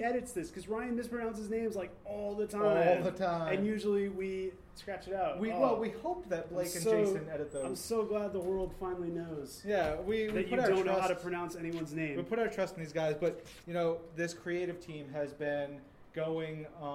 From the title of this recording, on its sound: Live from NYCC